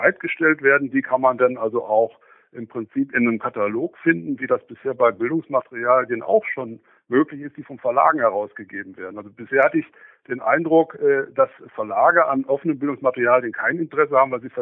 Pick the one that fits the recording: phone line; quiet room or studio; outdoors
phone line